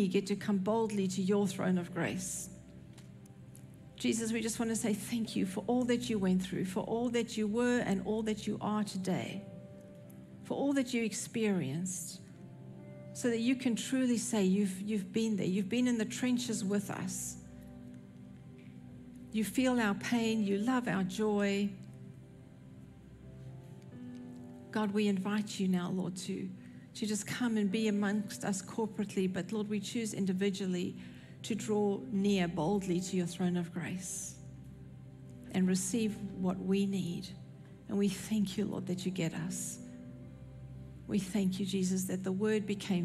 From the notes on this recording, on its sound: recorded at Northlands Church on June 25, 2023